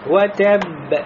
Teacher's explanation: Значит, первый, он не будет мухалькаль. А второй будет мухалькаль.